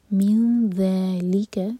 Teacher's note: من ذالک، ذال کے لیے اخفا، نون کی آواز کو چھپائیں گے، نون کے مخرج کو ٹچ نہیں کریں گے اور ذال کے لیے زبان تیار کریں گے